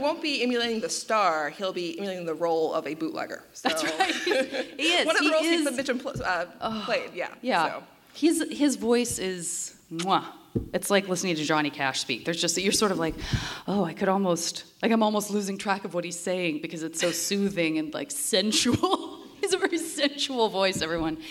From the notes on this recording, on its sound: This week's episode was recorded in front of a live audience at POD X in Nashville, Tennessee. Live musical performances.